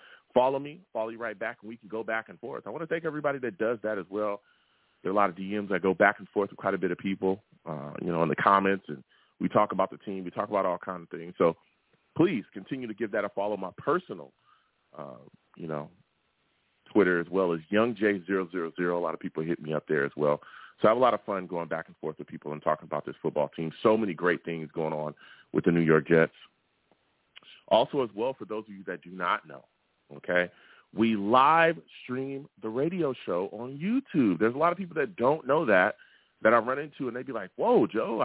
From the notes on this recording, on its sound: Live at 7pm eastern. I take live callers!